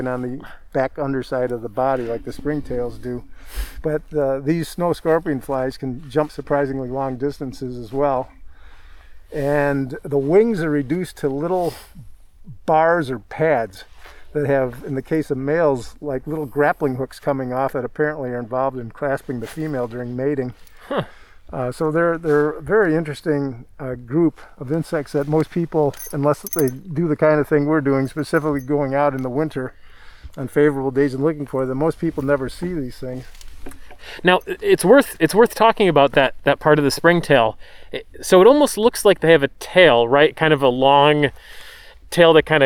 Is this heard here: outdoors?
yes